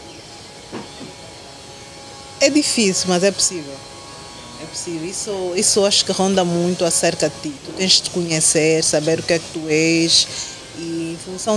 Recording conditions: outdoors